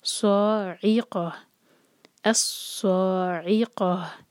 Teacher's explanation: عین کے نیچے کسرہ کو واضح کرنا ہے، یہاں پر یا کی آواز نہ آئے اور حمزہ کی آواز نہ آئے